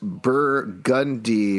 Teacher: in NOLA, it's pronounced Burgundy with an emphasis on the gun